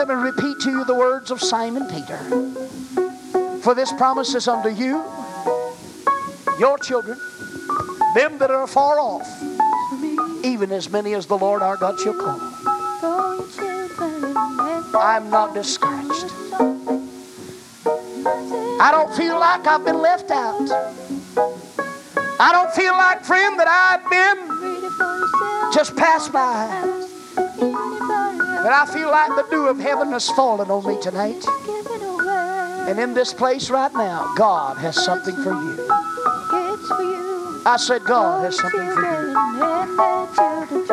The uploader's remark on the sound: The message was preached at First Apostolic Church in North Vernon, Indiana, November of 1989